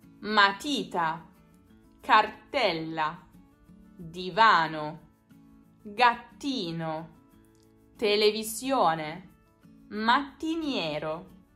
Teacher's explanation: Piane, quando l'accento cade sulla penultima sillaba.